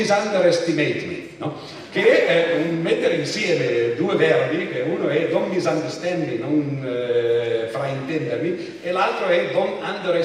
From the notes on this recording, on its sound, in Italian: Festival della Mente, Sarzana.